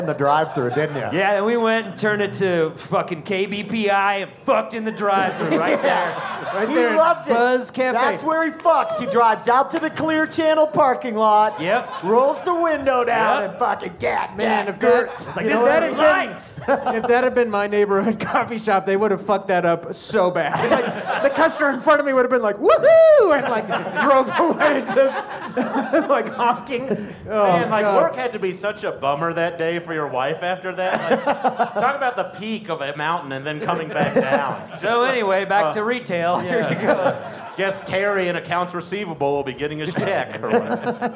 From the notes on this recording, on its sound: In a very special LIVE episode from Number 38 in Denver, Colorado.